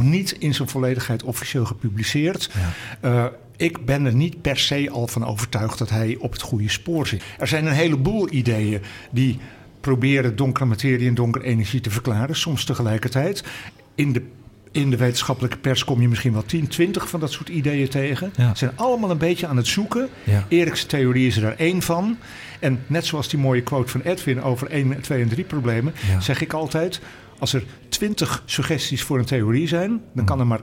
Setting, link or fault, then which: setting, busy venue